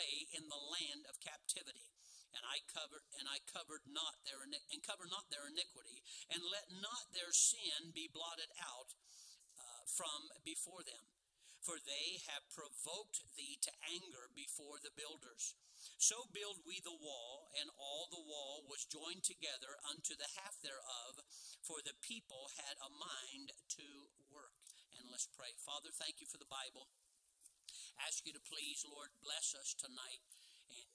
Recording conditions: large echoing room